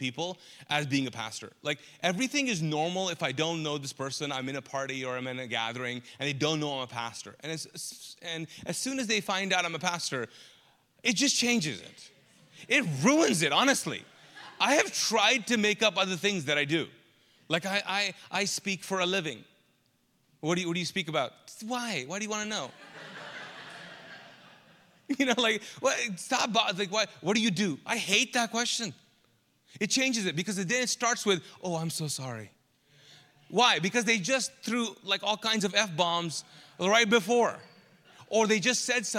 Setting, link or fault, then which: setting, large echoing room